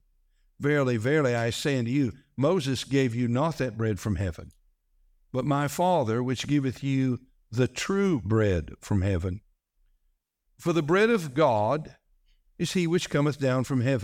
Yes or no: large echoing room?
yes